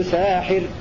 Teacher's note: وقرأ الباقون بفتح السين ممدودة بألف بعدها وكسر الحاء إنما صنعوا كيد ساحر على وزن فاعل.